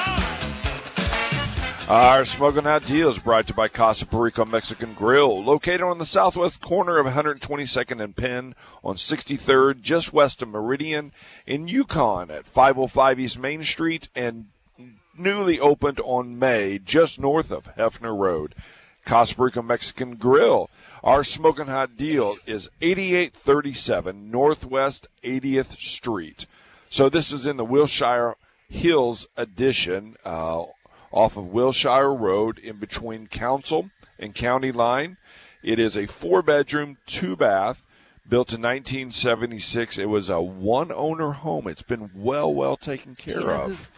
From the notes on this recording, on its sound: Live at the Santa Market